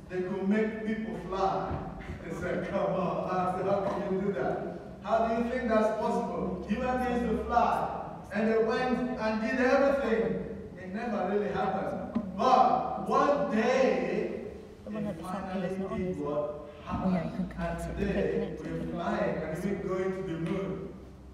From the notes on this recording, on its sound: We encountered major technical issues with our sound system during this broadcast. The scriptures were re-recorded after the service due to the sound system dropping out completely during that part of the service.